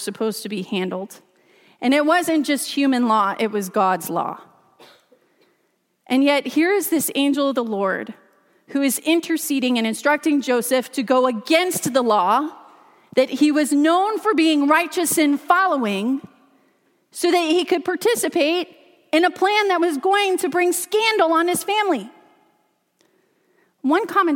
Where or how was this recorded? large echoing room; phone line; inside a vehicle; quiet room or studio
large echoing room